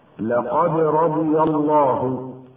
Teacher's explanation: قلقلة في الدال الساكنة مائلة إلى الفتح